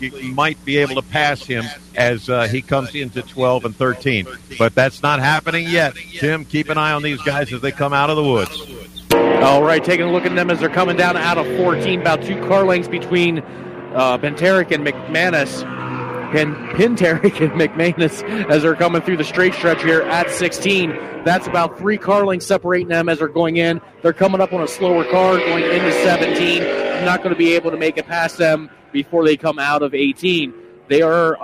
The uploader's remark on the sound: Broadcast the races for the Hoosier Tire SCCA SuperTour Series, held at Pittsburgh International Race Complex just outside the village of Wampum PA. Pittsburgh International Race Complex is an auto racing road course located in Wampum, Pennsylvania.